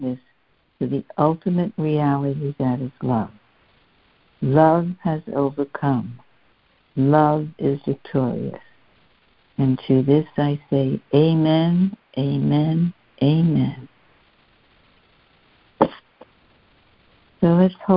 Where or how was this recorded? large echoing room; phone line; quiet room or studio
phone line